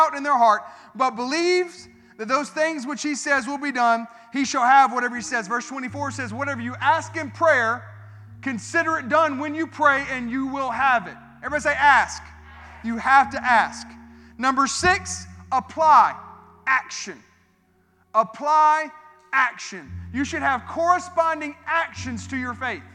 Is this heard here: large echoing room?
yes